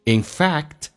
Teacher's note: fact 这个单词的 k 是不用发音的，因为 k 跟 T 在组合在一起，只用发后面一个，气流阻塞。